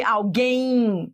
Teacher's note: quando você pronuncia, realmente faz sentido. Esse M é como se fosse um I · Term: ditongo decrescente